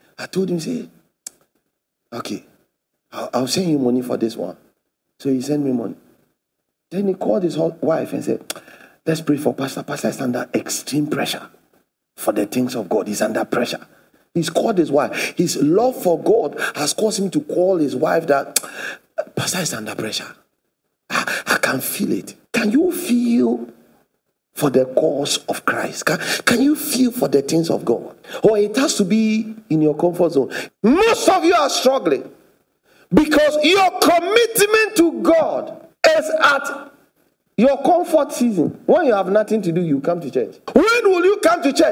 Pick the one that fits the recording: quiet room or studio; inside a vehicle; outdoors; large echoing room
large echoing room